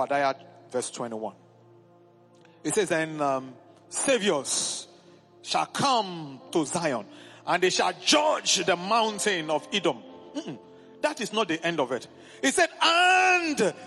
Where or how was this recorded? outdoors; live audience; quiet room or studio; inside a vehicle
live audience